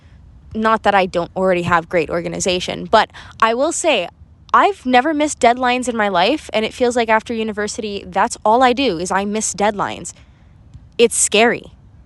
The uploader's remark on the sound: Was testing out using my air pods as a microphone...I do not recommend it.